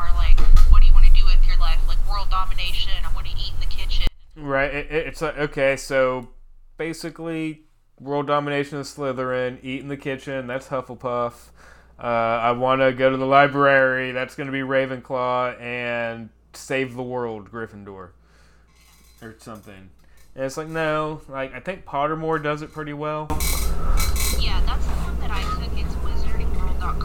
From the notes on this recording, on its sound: Please forgive the audio issues from this episode. I also learned to never sit in that chair again while recording a podcast!